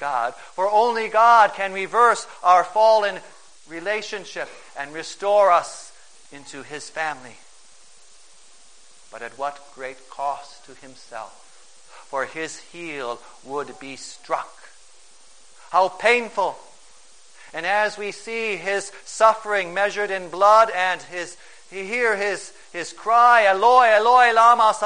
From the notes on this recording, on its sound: Preached on March 13, 2011, for the First Sunday in Lent, at St.